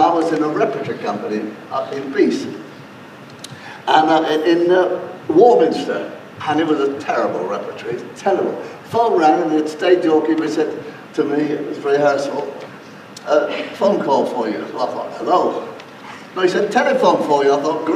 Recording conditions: poor sound quality